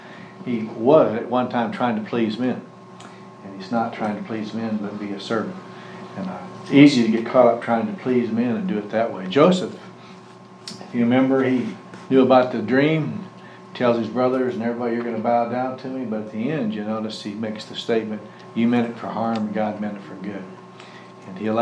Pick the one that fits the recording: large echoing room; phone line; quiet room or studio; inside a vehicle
large echoing room